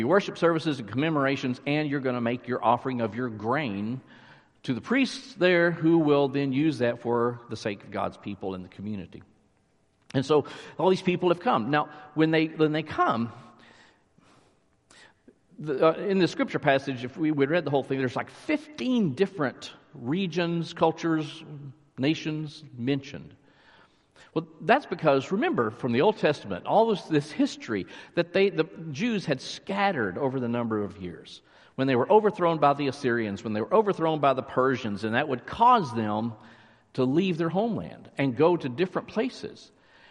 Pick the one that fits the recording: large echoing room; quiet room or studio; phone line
large echoing room